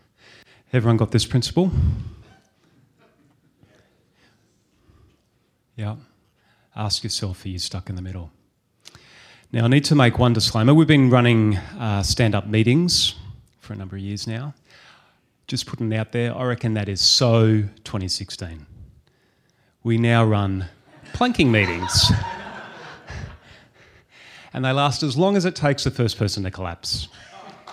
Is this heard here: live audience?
yes